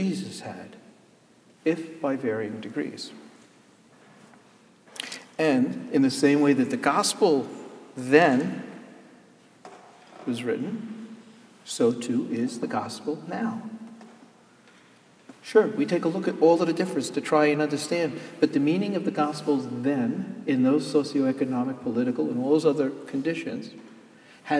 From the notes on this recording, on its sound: Sermon Delivered on Palm Sunday, Jan hus Presbyterian Church and Neighborhood House, NYC